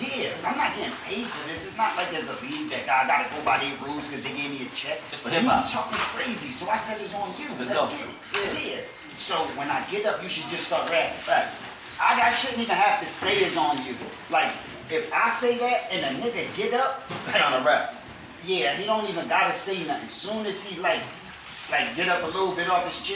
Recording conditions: poor sound quality